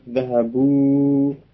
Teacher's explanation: yang ada hanya bunyi wawu, wawu sukun sebagai bacaan panjang dari dhammah sebelumnya. Zahabu, jadi alifnya tidak terucap.